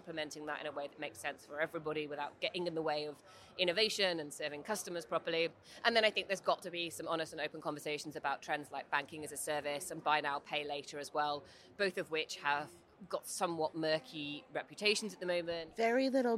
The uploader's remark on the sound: On the road at Money20/20 in Amsterdam